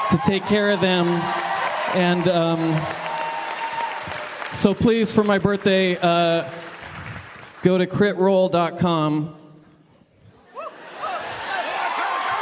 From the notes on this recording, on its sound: Live from the Bass Concert Hall in Austin, TX